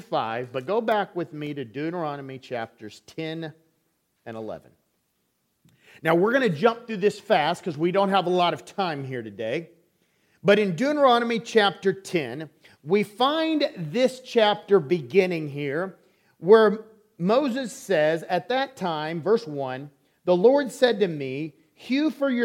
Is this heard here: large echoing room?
yes